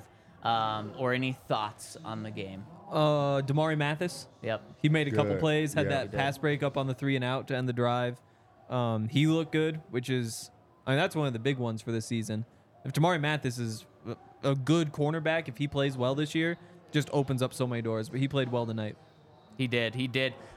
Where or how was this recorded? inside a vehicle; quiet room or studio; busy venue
busy venue